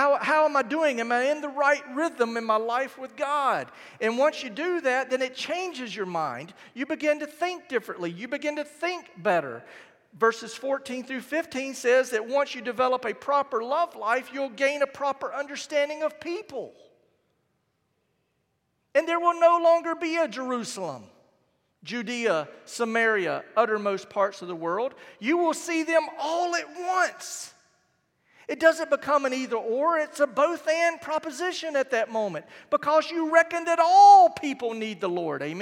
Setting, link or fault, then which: setting, large echoing room